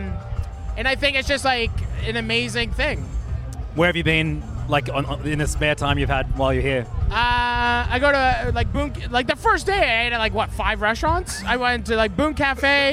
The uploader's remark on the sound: In Sydney for the Beer and BBQ Festival. Carted his setup to the festival. Behind a makeshift kitchen in the loudest part of a food and music festival, surrounded by drunk chefs who kept stealing the microphones.